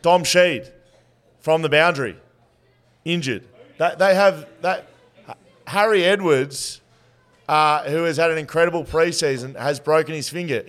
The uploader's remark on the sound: Live at Shelter. Welcome you to the Shelter Brewing Co LIVE SHOW. We previewed the Eagles and Dockers seasons in depth under the pressure cooker of a live audience. There were cheers, heckles and a whole lot of shit talk.